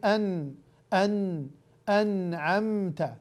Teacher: غنة وغنة مخرجها الخيشوم